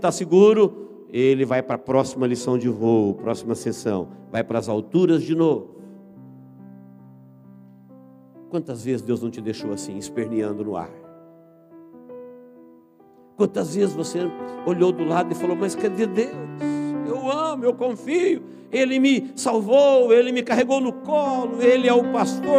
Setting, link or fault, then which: setting, large echoing room